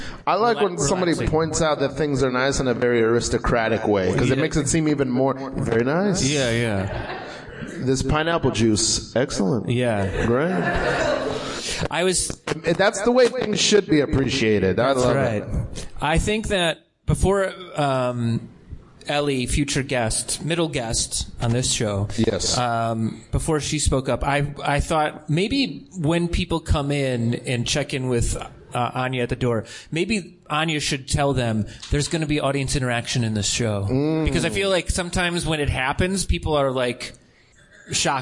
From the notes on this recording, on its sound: Live from The Tiny Cupboard. Stoner Morning Show is live every Monday night at The Tiny Cupboard in Bushwick, Brooklyn NYC.